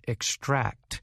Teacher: So when using the word to describe taking something out, we emphasize the last part of the word